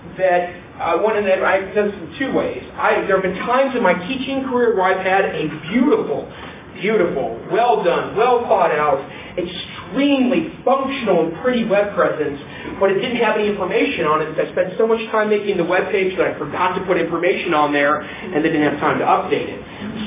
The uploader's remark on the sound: Breakout presentation. At the Blackfoot Educational Technology Conference in Missoula, Montana. I arrived about 10 minutes after the presentation started.